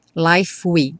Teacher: Já junta o F do life com within.